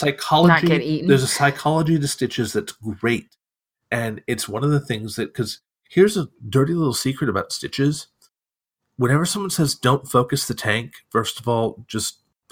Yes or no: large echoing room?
no